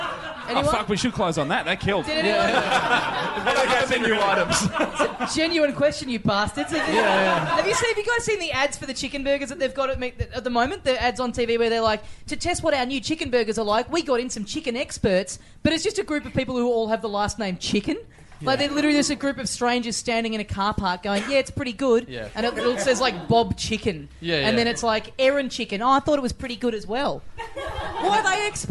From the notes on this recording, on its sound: Recorded LIVE in the party room at Church st.